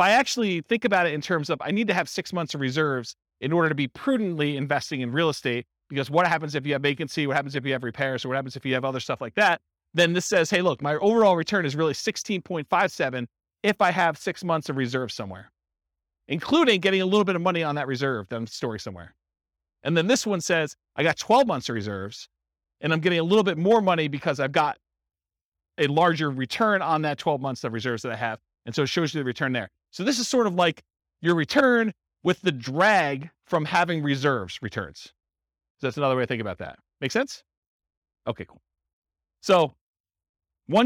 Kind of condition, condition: setting, live audience